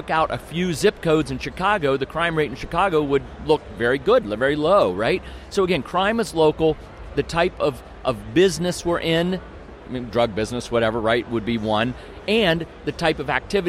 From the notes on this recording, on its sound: Freedom Fest Interviews Part Two